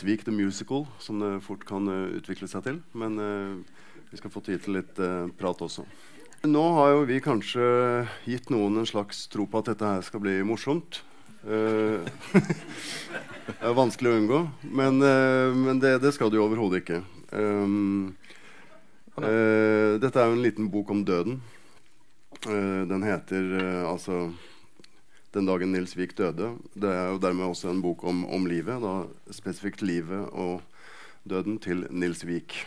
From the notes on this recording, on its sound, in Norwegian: Frå Kapittel23. Til samtale på Kapittelfestivalen på Sølvberget. Innspelt på Sølvberget bibliotek og kulturhus.